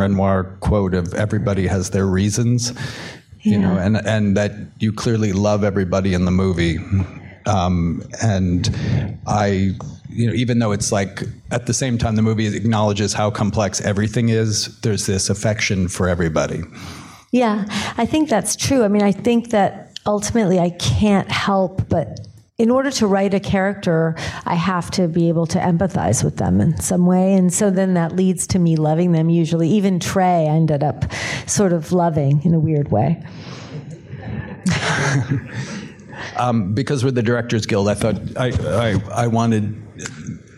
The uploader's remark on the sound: in a Q&A at the DGA theater in New York